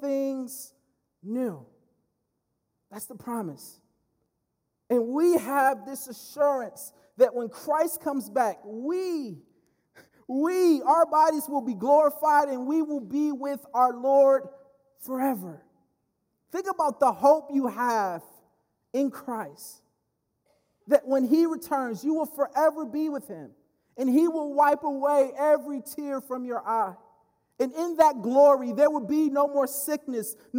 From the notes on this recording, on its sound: speaking at Berean Baptist Church